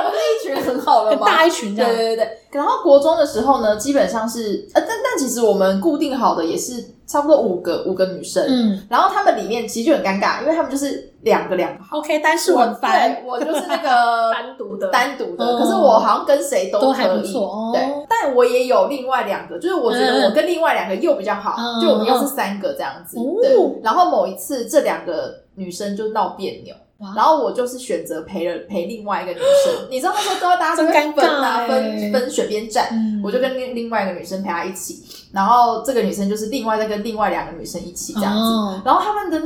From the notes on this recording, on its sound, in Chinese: 在80坪大四房錄音，空間感有夠重跪求大家見諒